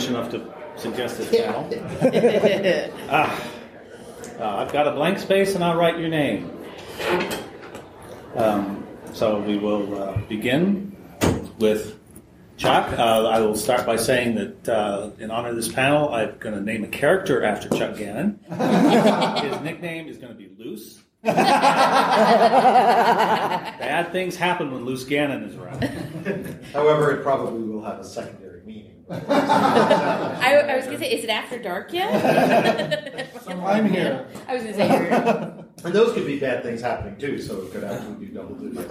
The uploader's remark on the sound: another panel from Balticon 2018